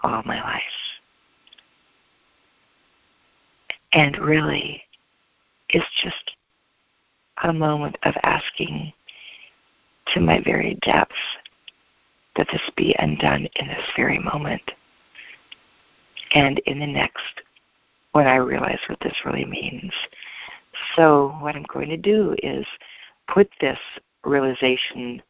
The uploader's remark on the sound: ACIM Daily TEXT Conference Call